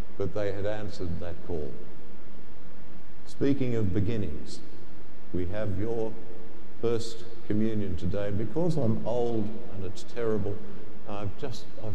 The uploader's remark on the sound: The homily from Sacred Heart Cathedral, Hamilton